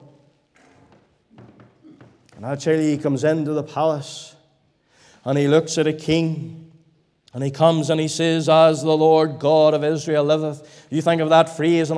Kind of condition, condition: setting, large echoing room